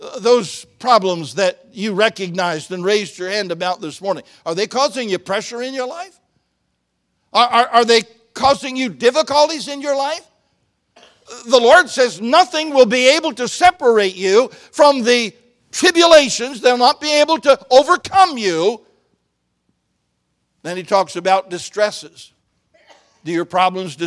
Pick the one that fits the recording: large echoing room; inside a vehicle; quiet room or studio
large echoing room